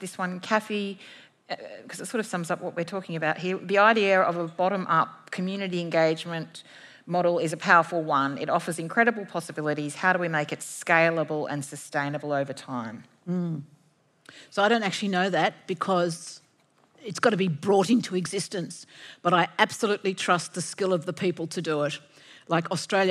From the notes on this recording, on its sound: At Antidote 2022. This event was recorded live at the Sydney Opera House in September 2022.